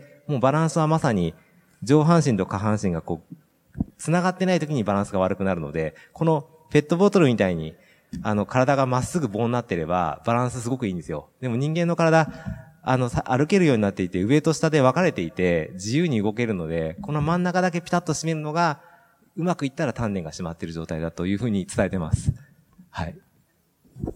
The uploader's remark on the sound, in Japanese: 北海道「丘のまち びえい宮様国際スキーマラソン」大会終了後公開収録にて対談をさせていただきました。